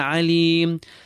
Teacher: So we merely clarify the tanween and continue. Ayn, feel it in the center of your throat, and thereafter extend the ya.